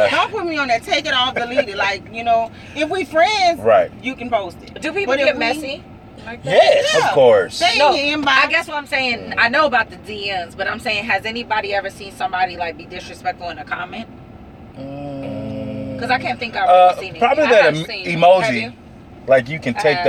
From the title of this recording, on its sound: In The Truck